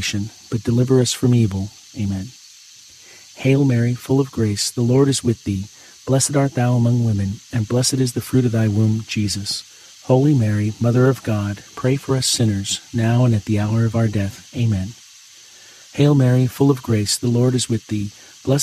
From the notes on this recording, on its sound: Get closer to nature and enjoy the soothing outdoor sounds of cicadas singing on a warm summer night alongside this Friday rosary.